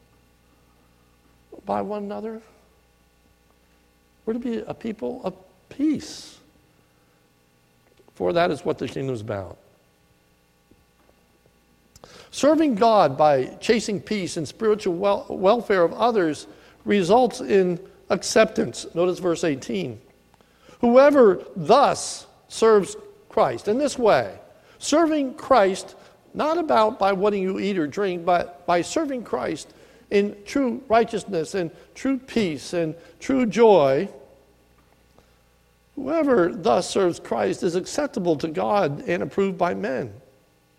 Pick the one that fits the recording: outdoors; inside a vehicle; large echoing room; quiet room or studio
large echoing room